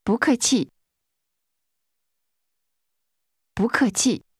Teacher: The tone first rises, then falls twice.